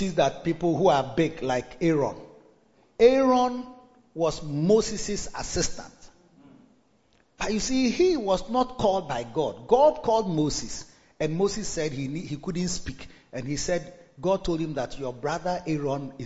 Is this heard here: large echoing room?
yes